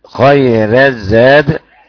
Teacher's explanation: ورش أو الأزرق من الطيبة يرقق الراء قولا واحدة